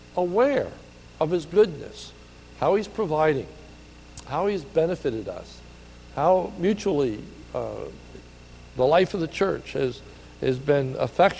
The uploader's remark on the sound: This is a sermon recorded at the Lebanon Bible Fellowship Church in Lebanon, PA. During the evening service.